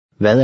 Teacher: The first word ends with a soft D.